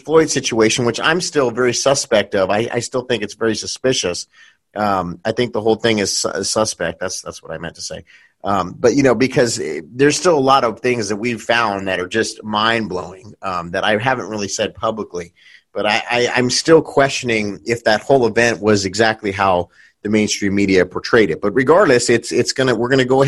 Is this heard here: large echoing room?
no